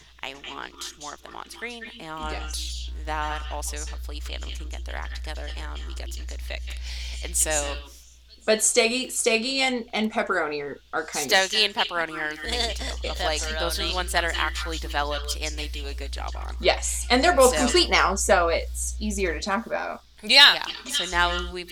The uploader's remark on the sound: Forgive the echo. Our software is being stupid.